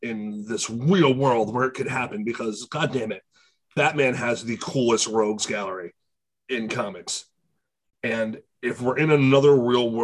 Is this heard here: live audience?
no